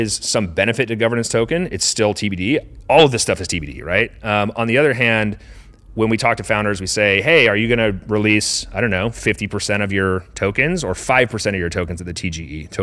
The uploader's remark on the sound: recorded at Converge in San Francisco